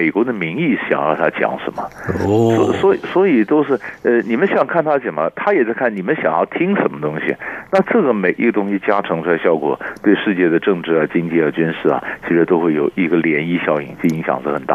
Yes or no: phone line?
yes